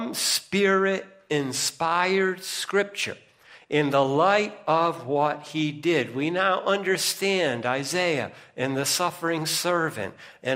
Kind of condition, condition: setting, large echoing room